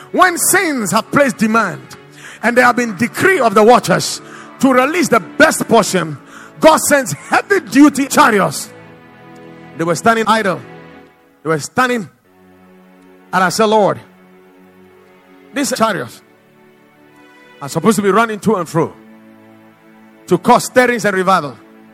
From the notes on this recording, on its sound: Preached at the Watered Garden Church